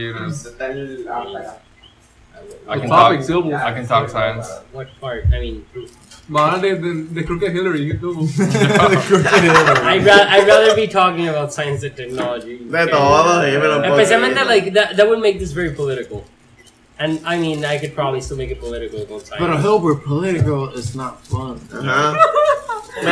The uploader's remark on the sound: In my final episode recorded in P.R, I'm joined by my bros. Sorry for the clipping.